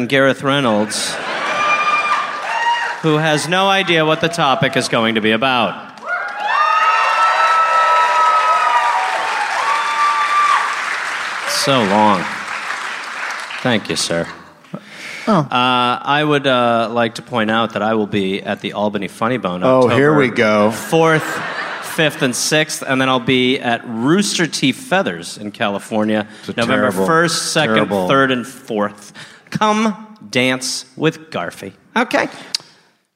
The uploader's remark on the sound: Live in Pittsburgh